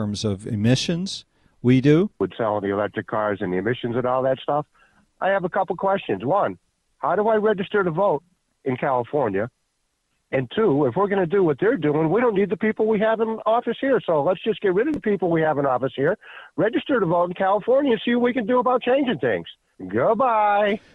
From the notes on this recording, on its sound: We play Rants and take phone calls. Clips from the BBC.